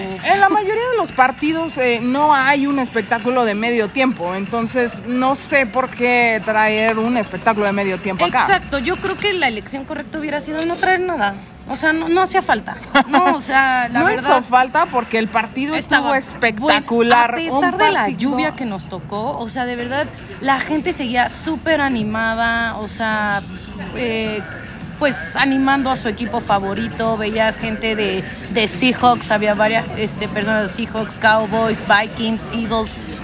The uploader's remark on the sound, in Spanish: Nuestras impresiones en vivo y en directo desde el estadio azteca 49ers vs Cardinals.